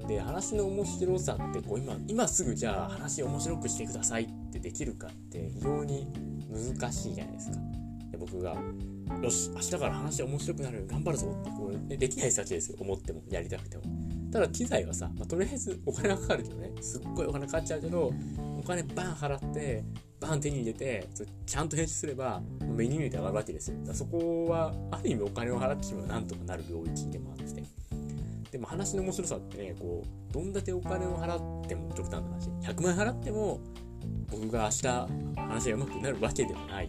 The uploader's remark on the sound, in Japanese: 機材トラブルのためスマホで収録